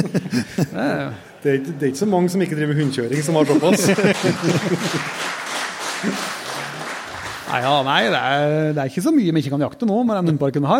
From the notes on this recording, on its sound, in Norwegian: Live fra Flå. I denne ukens episode får du høre Jegerpodden Live fra Jakt og Fiskesentret i Flå under årets Rovvilthundseminar.